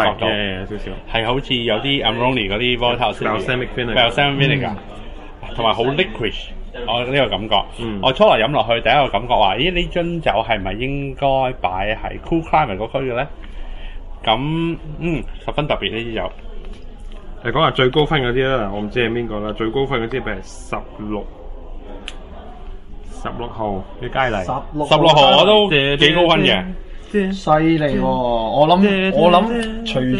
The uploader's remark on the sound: This is a live recording, at the recent winestyles magazine shiraz tasting event.